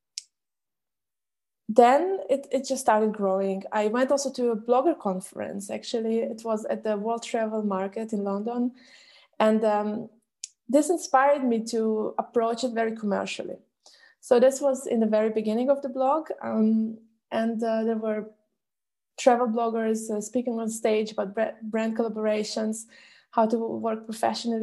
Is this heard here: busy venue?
no